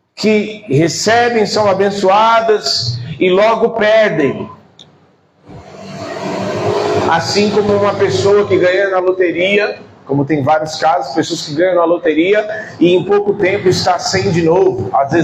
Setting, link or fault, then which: setting, large echoing room